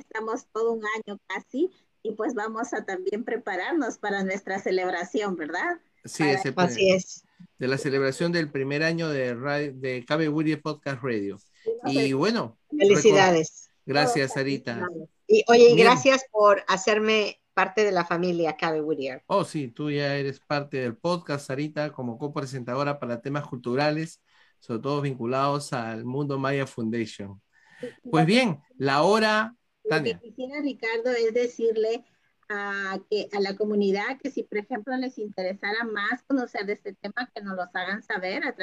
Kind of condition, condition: link, video call